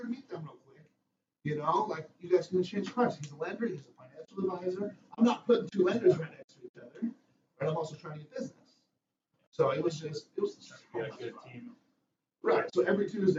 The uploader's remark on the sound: Sorry again for the absolutely terrible audio not sure why it is randomly doing that.